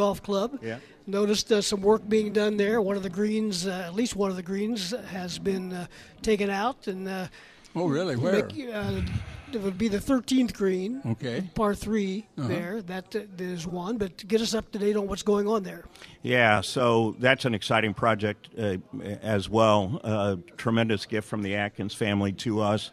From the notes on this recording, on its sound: broadcast live from the Kiwanis pancake breakfast at Bromley Hall